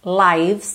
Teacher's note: não pronuncia o E, então do V vai direto pro S, lives. All of our lives covered up quickly.